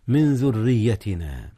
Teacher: أما الراء في ذريتنا المكسورة فهي مرققة